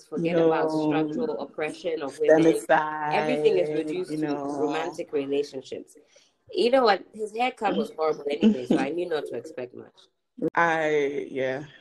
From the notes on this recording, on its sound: Recorded remotely so excuse and deviation from usual quality.